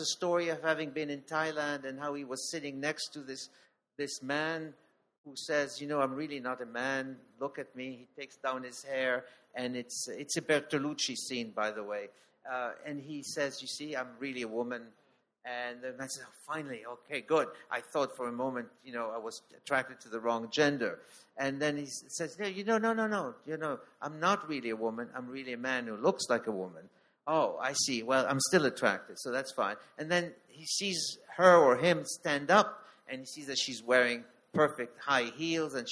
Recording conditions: live audience